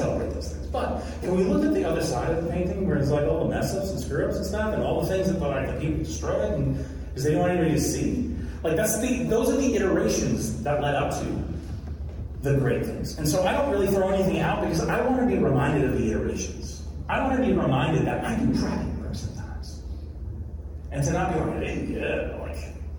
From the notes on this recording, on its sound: Where I share a recording of a talk I did at a recent tech conference called "That Conference."